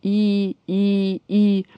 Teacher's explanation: Язык так высоко поднят, что почти касается твердого неба. · Term: гласный верхнего подъема